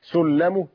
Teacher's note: لو نطقت ببطء تنطق لامين الأولى ساكنة والثانية متحركة